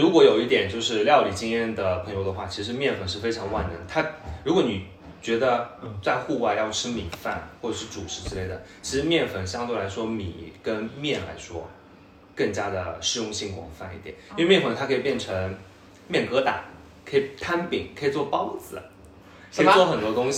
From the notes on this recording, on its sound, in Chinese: 目前录音条件比较寒酸，多人录制真的非常混乱，敬请谅解